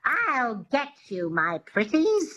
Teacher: It has this twang, which is the epiglottis, which is just behind the vocal cords in the throat.